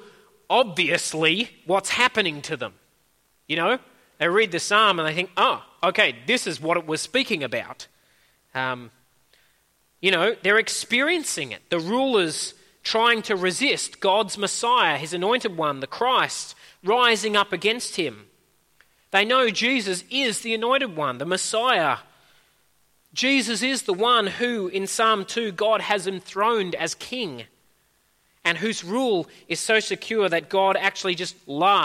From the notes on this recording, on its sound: At a Church in the Graveyard service